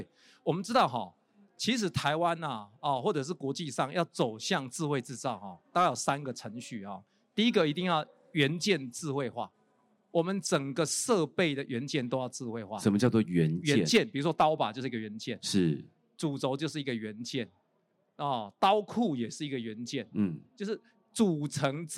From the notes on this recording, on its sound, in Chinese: 本集節目於2022年「台灣國際智慧製造系統整合展（TIIM）」展期間錄製